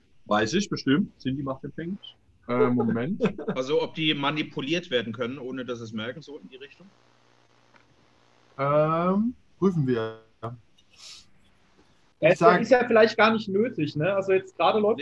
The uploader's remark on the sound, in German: Audio ist dieses Mal leider die Notfallspur.